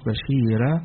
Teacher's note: الراء هنا قبلها حرف الياء وهي لينة، وقبلها الكسر، فيجي هنا لما يقرأها ورش أو الأزرق عن ورش عن نافع، فيقرأها بالترقيق ويقرأها بالتفخيم، هنا له الترقيق وله التفخيم.